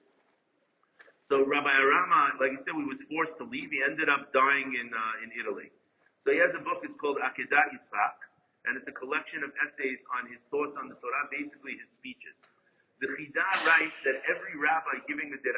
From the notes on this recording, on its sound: Apologies as the recording goes in and out